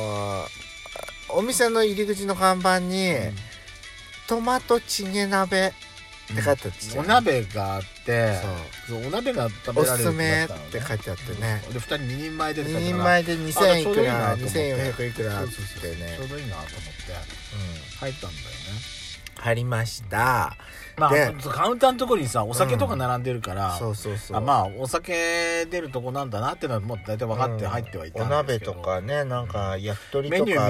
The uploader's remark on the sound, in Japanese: パーキング収録